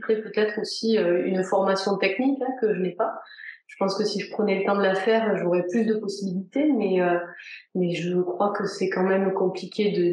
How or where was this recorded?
video call